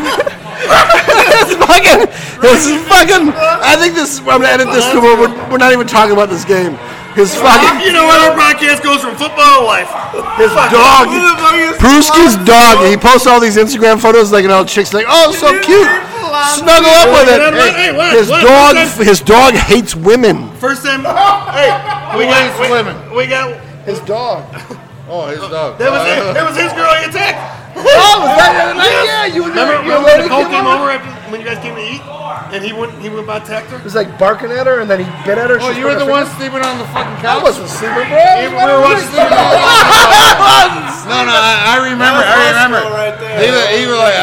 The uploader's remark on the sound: We recorded postgame at a bar with a few hooligans